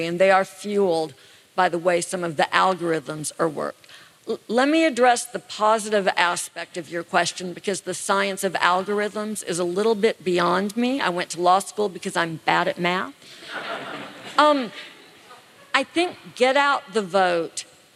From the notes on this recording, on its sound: Live in Austin, TX. Live at TribFest in Austin, Texas!